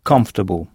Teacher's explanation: Et ici, l'ensemble C-O-M se prononce come. Et notez que O-R est à peine audible, comfortable, et que c'est la première syllabe qu'il faut frapper.